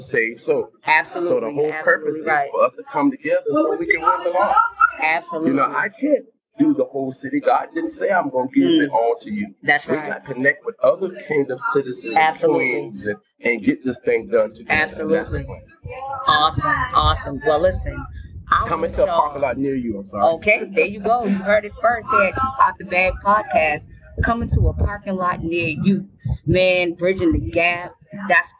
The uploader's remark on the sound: Live at New Voices New Vision Life Changing Church in Conway, SC for their Bridging The Gap Drive Thru Service! Snapshot interview.